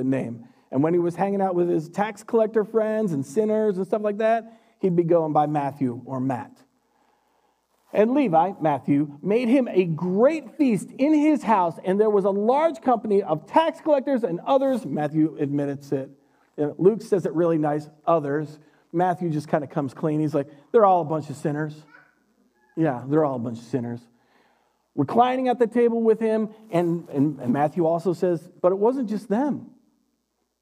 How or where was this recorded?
large echoing room